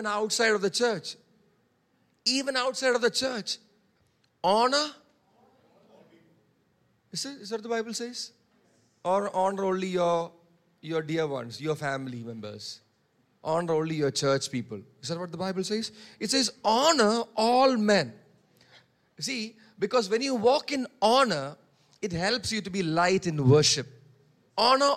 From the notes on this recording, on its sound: preached on 19 March 2023 at Revelation Church